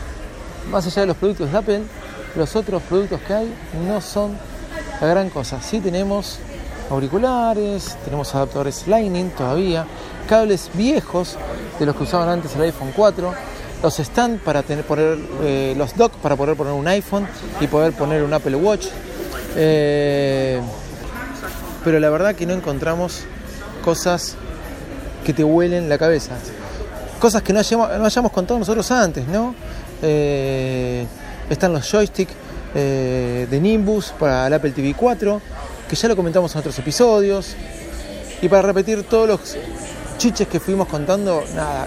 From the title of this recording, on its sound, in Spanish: En vivo desde la Apple store de San Francisco